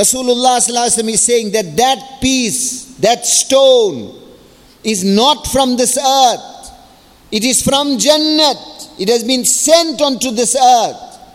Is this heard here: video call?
no